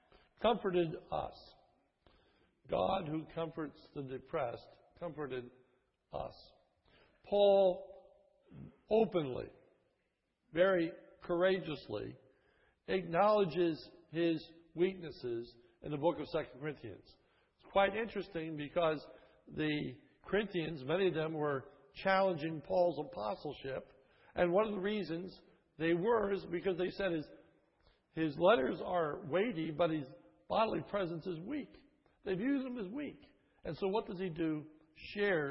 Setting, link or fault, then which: setting, large echoing room